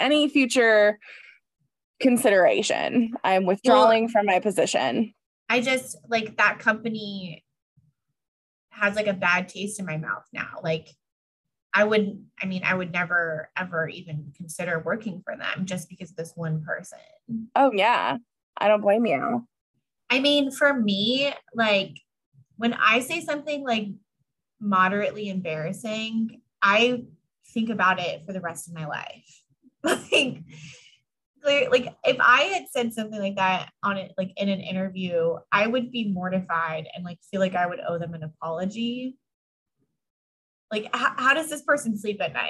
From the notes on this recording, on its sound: do a Zoom call